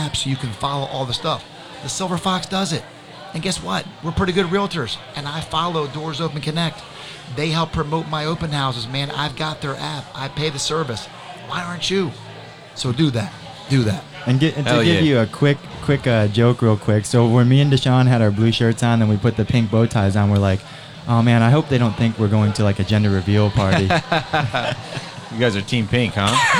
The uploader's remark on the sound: Join us in this episode recorded at the Live Real Men Wear Pink Charity Event at Cavo Lounge in Naples Florida.